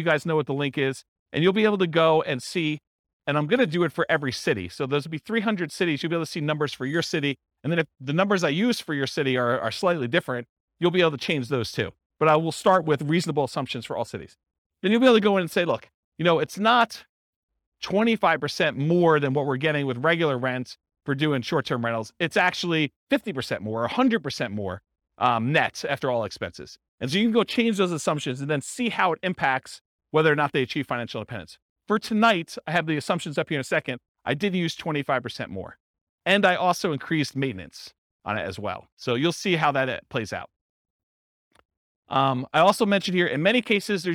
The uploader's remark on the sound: This was a live class recorded